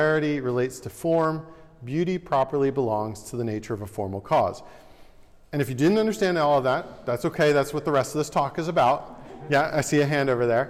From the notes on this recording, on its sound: At The Ohio State University.